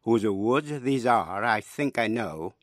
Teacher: lối thơ hai âm tiết, âm đầu nhẹ, âm sau mạnh. Mỗi câu bốn nhịp gọi là iambic tetrameter.